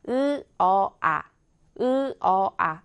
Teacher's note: 후설 모음의 평순 모음의 으, 어, 아 순입니다